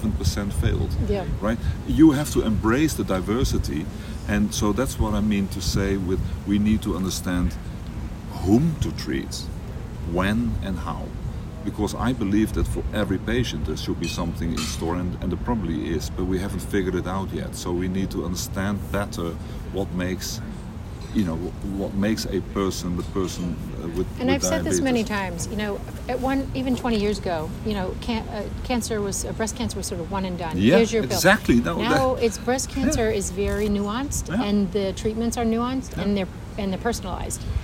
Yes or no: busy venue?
yes